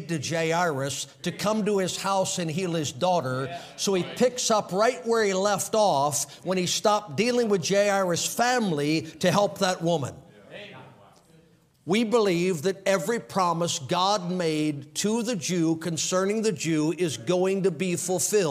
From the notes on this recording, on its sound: Orginally preached on April 10, 2023 at the Victory Baptist Church in Milton, FL.